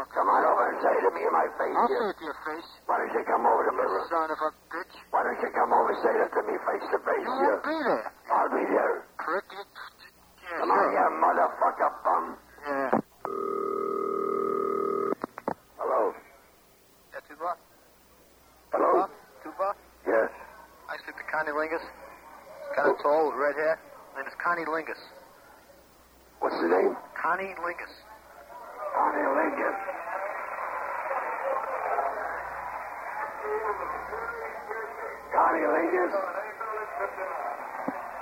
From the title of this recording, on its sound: RBCP's Personal Prank Phone Calls Collection: Tube Bar Tapes